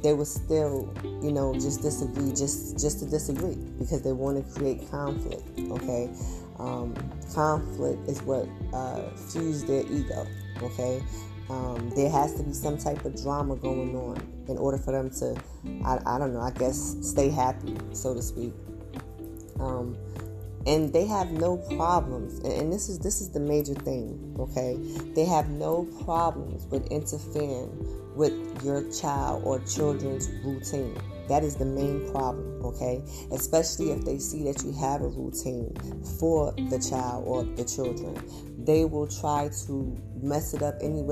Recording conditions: background noise